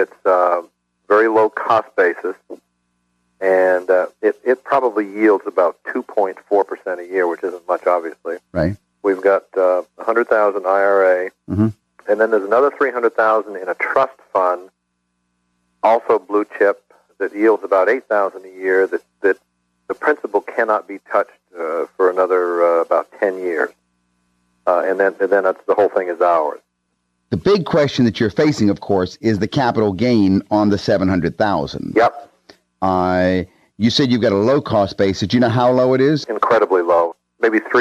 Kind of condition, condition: link, phone line